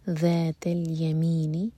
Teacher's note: ذال کے لیے ہماری زبان اوپر والے دانتوں کو ٹچ کرنی چاہیے اور تھوڑی سی ٹپ باہر ہونی چاہیے